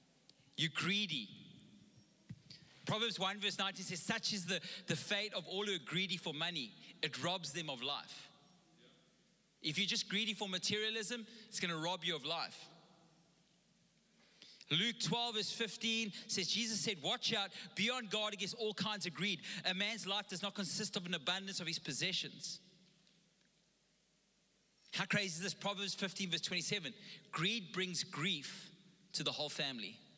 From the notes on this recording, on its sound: Recorded live.